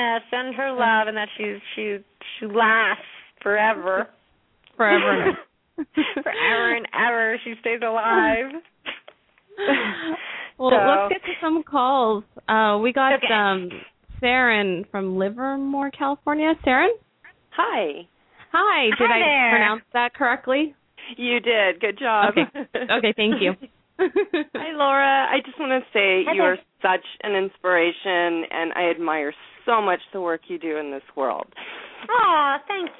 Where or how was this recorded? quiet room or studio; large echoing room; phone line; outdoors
phone line